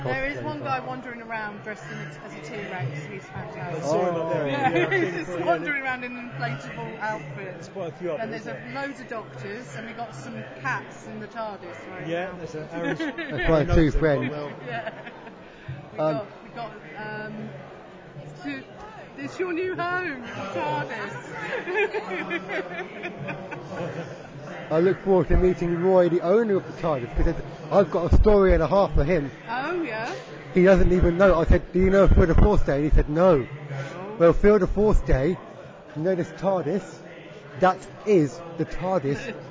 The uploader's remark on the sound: Conduct interviews at Fan TC Con. Apologies for the audio quality. It is not easy in a non-studio environment.